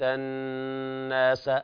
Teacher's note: حكمها حرف أغن مشدد، يغن بمقدار حركتين، والغنة تخرج من الخيشوم